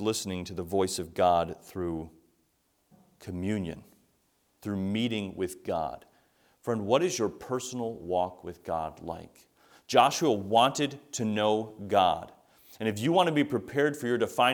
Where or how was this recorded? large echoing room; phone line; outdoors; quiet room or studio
large echoing room